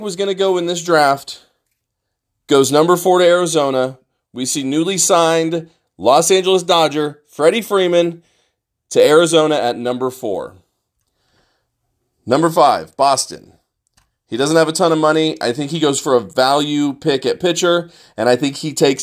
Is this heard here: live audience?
no